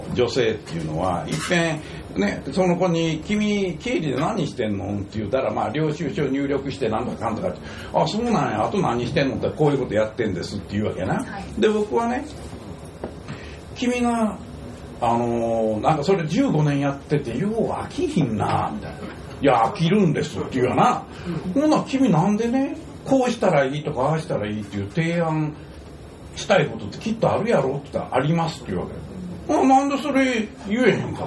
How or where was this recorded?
live audience